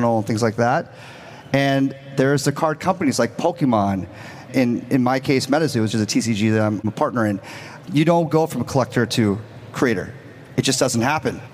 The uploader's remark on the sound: a keynote discussion coming straight from NFT LA